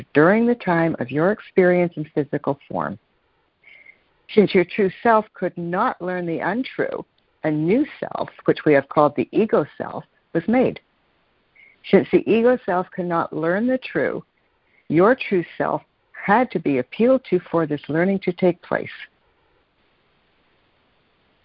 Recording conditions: phone line